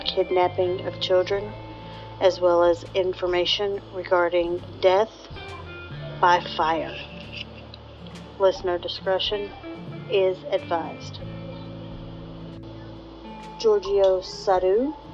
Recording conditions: background noise